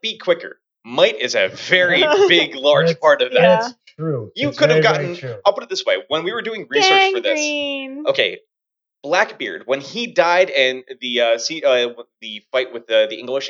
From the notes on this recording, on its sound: As they live stream the show for the first time (minor audio issues, and audio improvements…..)